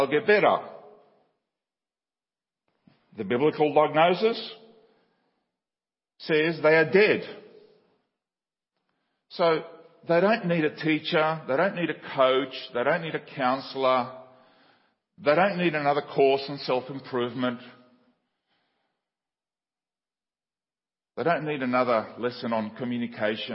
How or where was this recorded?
large echoing room